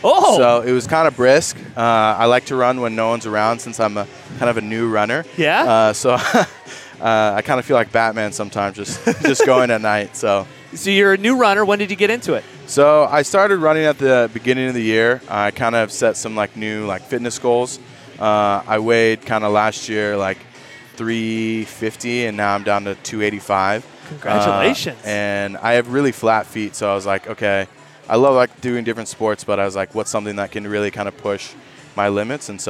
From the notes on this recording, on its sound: Live from the Good Life Halfsy expo! Welcome close to two dozen runners to his booth.